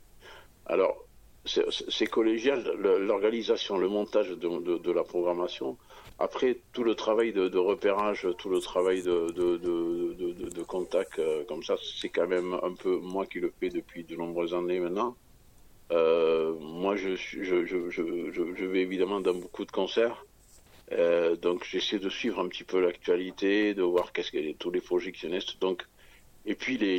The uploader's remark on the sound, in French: Entretien téléphonique